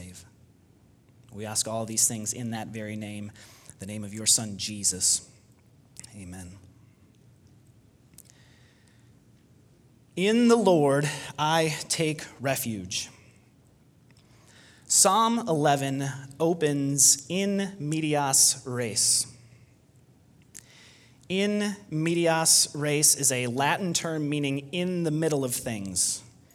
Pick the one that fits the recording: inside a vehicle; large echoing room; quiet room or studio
large echoing room